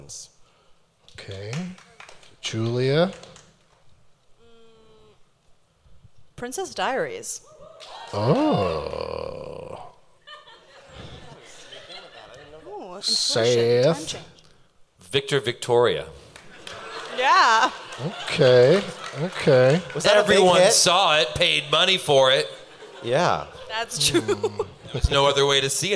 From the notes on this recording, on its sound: Live from the Gramercy Theatre in New York City